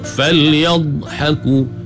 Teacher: Di tepi ni pula sengit ke beberapa batang gigi geraham di belah kiri ataupun kanan. Makhraj bagi huruf dh ni, dia memanjang, ada sifat istitalah bagi dh.